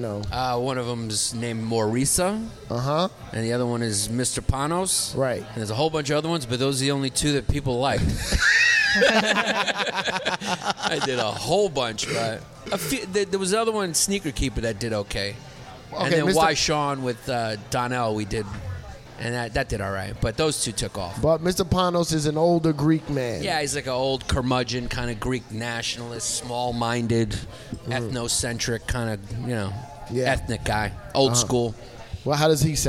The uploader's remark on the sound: Recorded at the legendary Comedy Cellar.